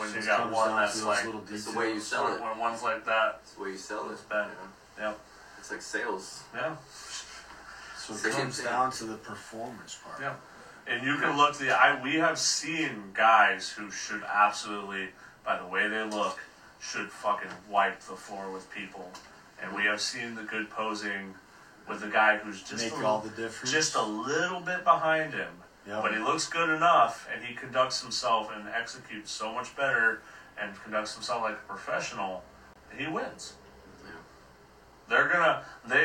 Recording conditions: poor sound quality